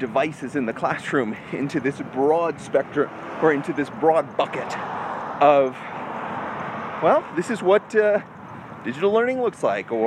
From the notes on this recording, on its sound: A live walk and talk.